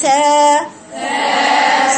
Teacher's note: السين حرف رقيق لكن تقرأيه باعتدال بدون إمالة ما تقوليش سا قولي سا سا كسبا كسبا قوليها كده حبيبتي